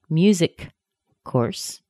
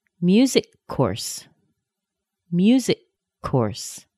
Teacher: I don't say music course. I hold that k sound long enough to make two sounds, but I don't open the mouth in the meantime. · Shown in: second take